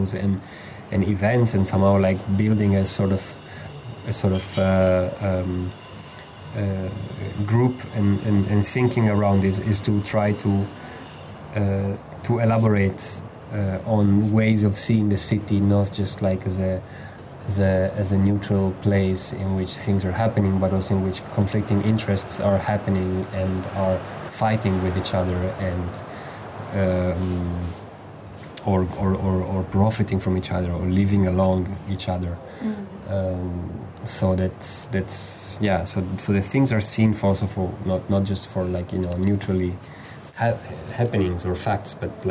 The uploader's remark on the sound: The setting of the conversation took place an hour drive outside Cagliari in friendly surroundings on the rooftop